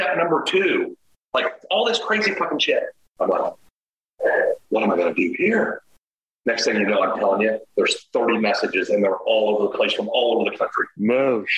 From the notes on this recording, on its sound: Please excuse the audio issue with this episode.